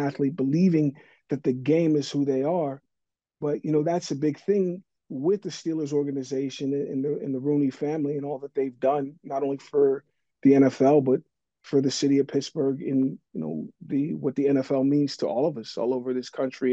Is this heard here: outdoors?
no